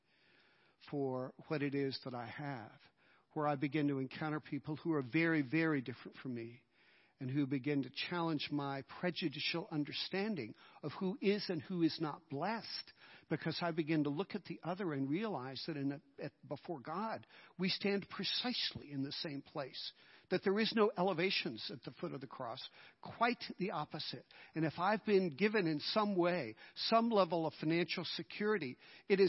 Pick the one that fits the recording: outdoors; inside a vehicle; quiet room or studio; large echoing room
large echoing room